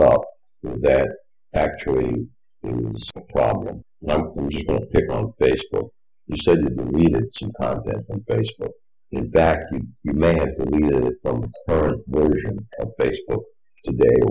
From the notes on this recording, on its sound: Open Forum in The Villages. A great listen, unfortunately with much lower sound quality.